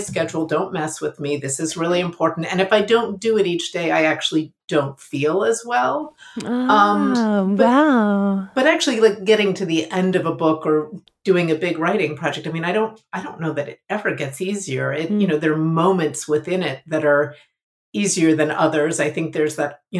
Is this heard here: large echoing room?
no